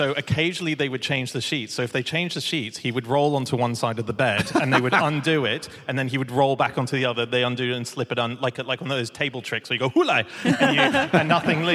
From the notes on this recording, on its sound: Live from Aberdeen